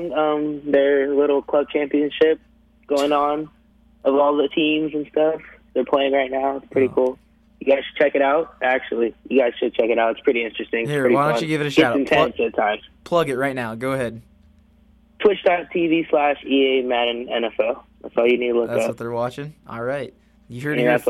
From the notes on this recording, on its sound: Over the phone. In the studio.